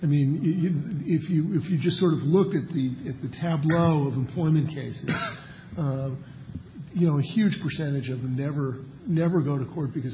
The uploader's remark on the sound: Presented this panel discussion at the 2007 Annual National Lawyers Convention on November 16, 2007. The Federalist Society's Litigation and Professional Responsibility Practice Groups presented this panel discussion at the 2007 Annual National Lawyers Convention.